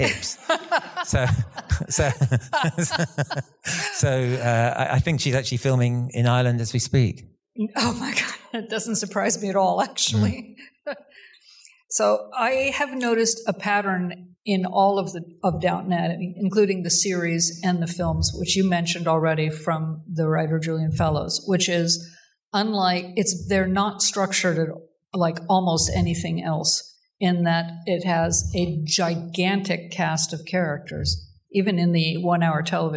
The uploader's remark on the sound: in a Q&A at the DGA theater in Los Angeles